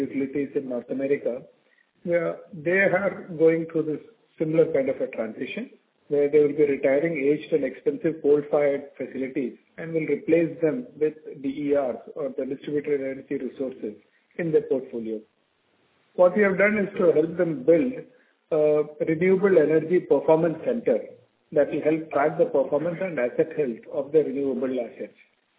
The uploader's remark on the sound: Audio recording of results discussion/conference call